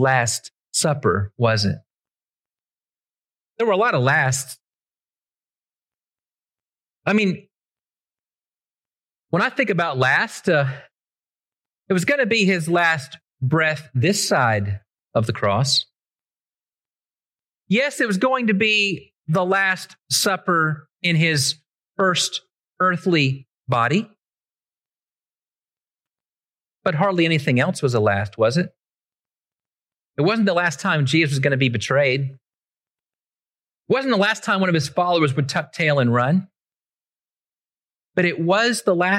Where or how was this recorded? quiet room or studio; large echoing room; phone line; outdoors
large echoing room